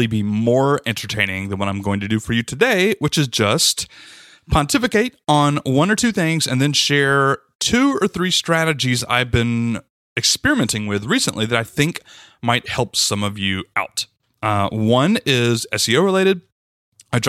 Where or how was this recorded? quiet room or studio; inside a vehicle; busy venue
quiet room or studio